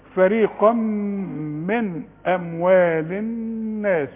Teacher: فريقا تنوين وبعده ميم، ادغم بقى ادغام كامل بغنى. فريقا من اموال الناس، والنون لازم تغن بالاثم.